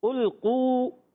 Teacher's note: उल्कू देखें काफ वाव पेशकू वाव मुद्दा भी है, और काफ अदावत जबान की जड़ तालुक का नरम हिस्सा, वाव मुद्दा है, कल खींचना भी है।